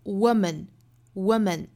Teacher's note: 后面的 man 不是 man 的发音了，它是弱读的